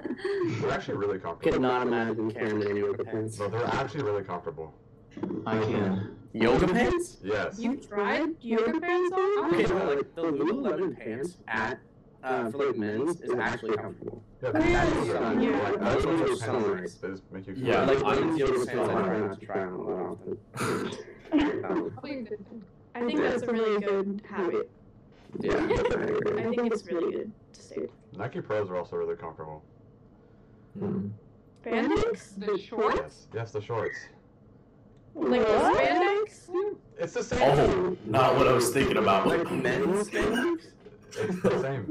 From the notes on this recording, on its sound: We apologize for the inconvenience of the episodes sound quality